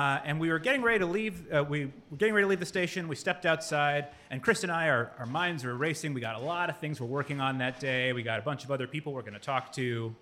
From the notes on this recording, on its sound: This episode was recorded live at The General Wine & Brew in Seagrove, NC.